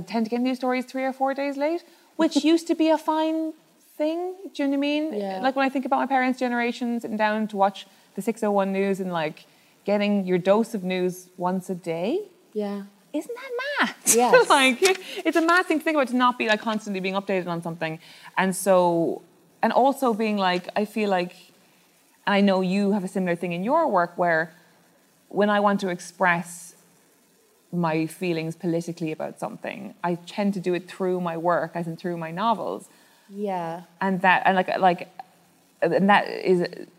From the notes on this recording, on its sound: LIVE at Cúirt Festival Galway. Thank you to Cúirt Festival for recording this for us.